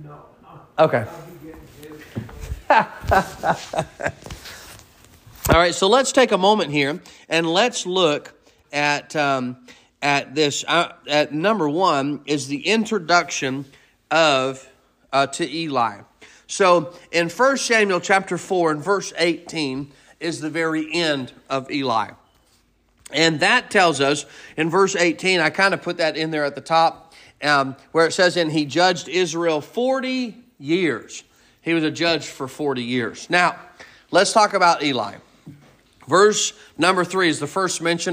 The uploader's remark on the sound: Sermon preached at Mid County Baptist Church